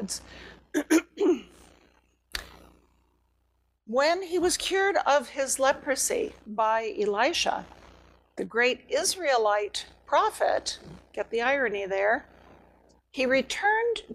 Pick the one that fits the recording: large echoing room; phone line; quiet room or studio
large echoing room